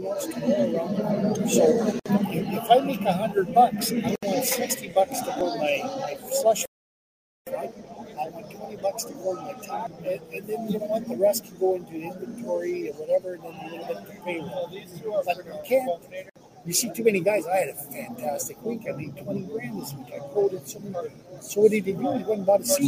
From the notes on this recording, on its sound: Sorry for the low audio so much background noise makes it tough, but here's Southern Detailers Conference Day 1.